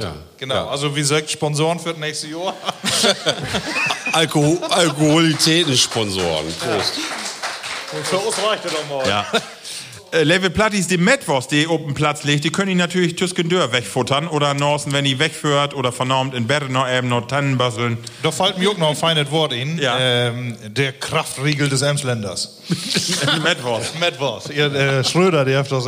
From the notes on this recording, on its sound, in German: Auch mit dabei, Publikum. Applauswillig und in Feierlaune.